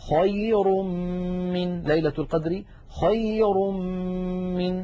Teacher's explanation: أيضا انتقلنا من الراء المضمومة إلى الميم التي بعدها، فتحول التنوين إلى ميم، ثم أدغمت الميم في الميم